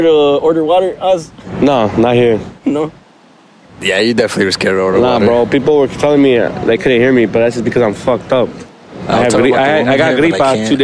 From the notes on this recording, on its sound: On the shore of downtown Miami as the podcast was recorded outside. FYI their voices were gone from all the ragers.